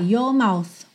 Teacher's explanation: Como não tem a enrolada da língua no R, your mouth, fica mais fácil até de juntar.